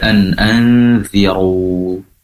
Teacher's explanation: anziru ikhfa hakiki, dengungnya juga lebih lama